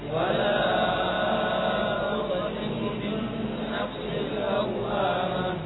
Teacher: Membaca qalqalah tetap suaranya bersambung. Jangan ada saktah.